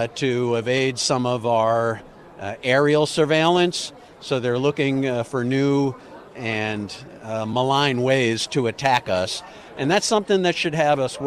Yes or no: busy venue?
yes